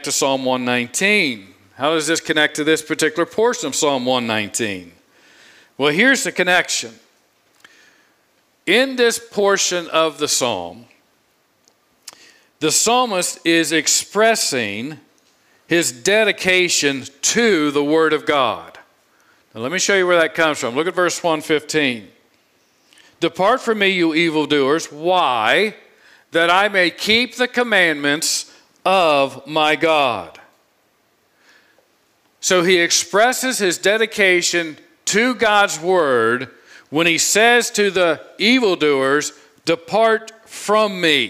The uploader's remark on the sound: preached this sermon on Sunday, August 21, 2022 from the pulpit of Grace Community Church in Berea, KY.